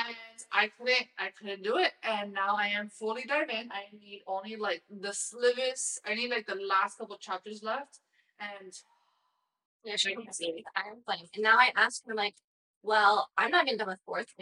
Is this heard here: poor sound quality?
yes